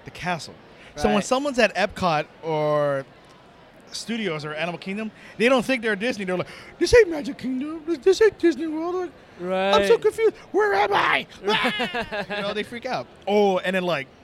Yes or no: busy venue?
yes